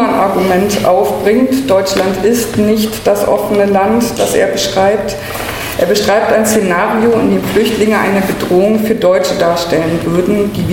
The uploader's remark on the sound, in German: Die zweite Sendung bildet ein Mitschnitt des Vortrags. Im Peter-Weiss-Haus.